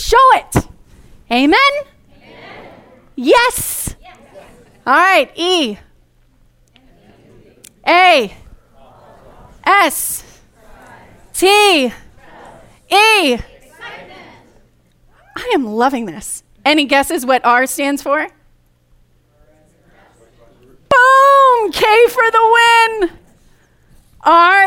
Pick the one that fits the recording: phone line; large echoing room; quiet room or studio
large echoing room